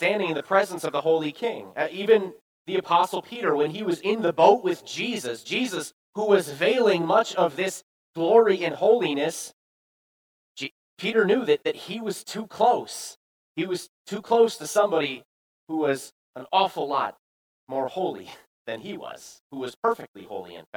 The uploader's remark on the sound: Preached this sermon at Bethany's Sunday worship. Appleton, WI.